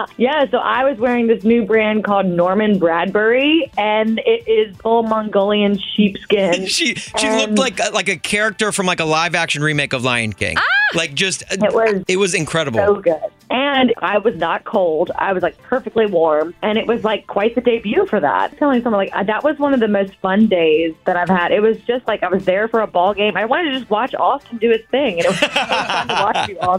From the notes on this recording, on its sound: called